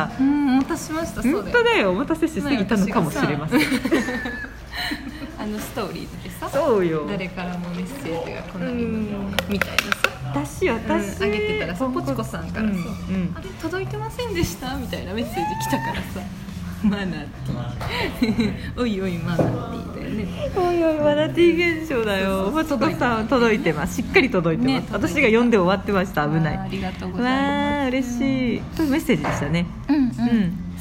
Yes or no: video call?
no